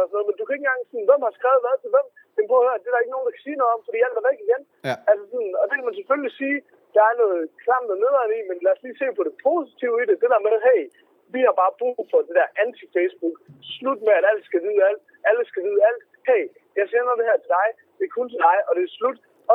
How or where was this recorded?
inside a vehicle